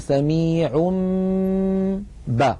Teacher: كذلك إن أتى تنوين مثلا والله سميع بصير، والله سميع آخرها تنوين سميع، نقلب هذا التنوين الذي هو في الحقيقة نون ساكنة نقلبه إلى ميم ثم نمط غنته نقول سميع با، فنطبق الشفتين على الميم وعلى الباء التي بعدها إطباقا واحدا.